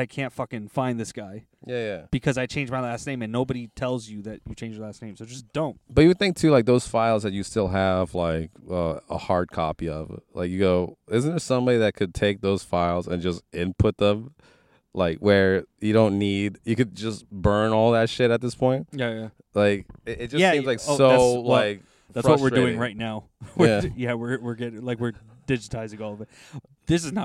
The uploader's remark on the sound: In this carcast